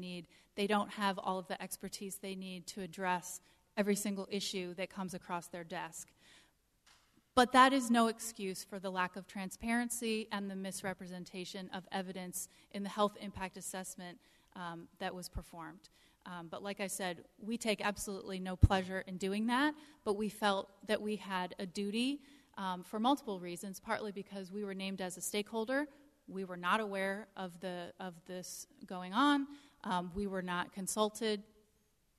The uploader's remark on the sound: A powerful town hall meeting recorded last week in Salisbury.